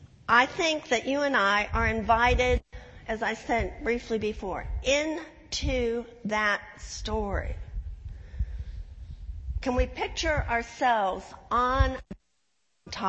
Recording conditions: large echoing room